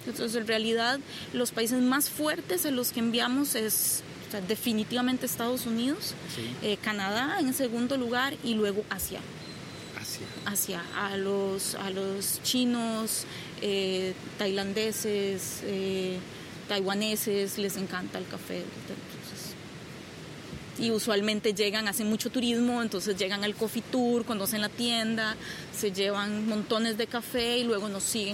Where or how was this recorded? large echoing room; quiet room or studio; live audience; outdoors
outdoors